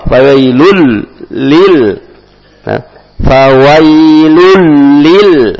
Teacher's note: tanwin ketemu lam, masuk ke dalam, idgham